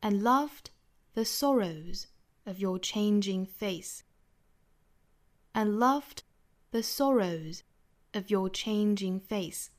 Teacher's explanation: And, the, of 和 your 都读得非常的弱，非常的轻 · Term: 虚词